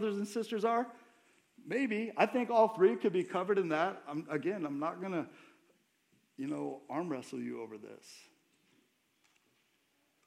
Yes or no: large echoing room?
yes